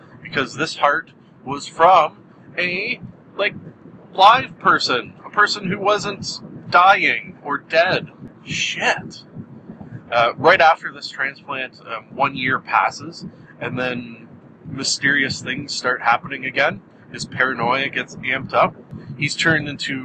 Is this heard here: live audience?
no